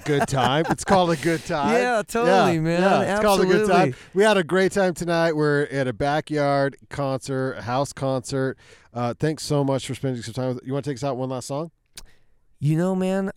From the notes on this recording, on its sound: Van Sessions ROOTS at The Brue Haus. BACK IN THE VAN IN THE BRUE HAUS DRIVEWAY! Recorded during Ogden's First Friday Art Stroll. Thanks to everyone who came out to the live show!